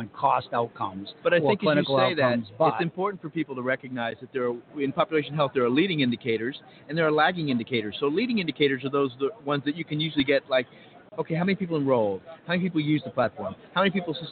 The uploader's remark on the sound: LIVE From #HIMSS17 Day One. The Health Information Management Systems Society (HIMSS) 2017 Annual Conference and Exhibution from the Orange County Convention Center in Orlando, Flo.